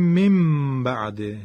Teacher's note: من بعد، که باید بخونیم مم بعد. این دیگه نون رو فراموش میکنیم، فکر میکنیم میم نوشته · Term: اقلاب